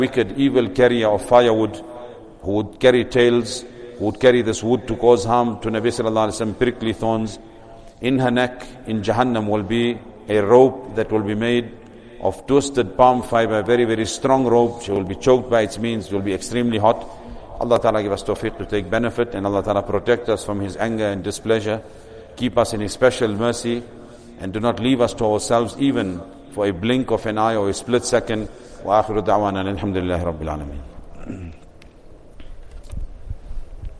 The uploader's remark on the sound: Recorded at greensidemasjid